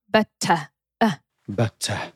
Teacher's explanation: Czyli w better, ten ostatni dźwięk to jest szła.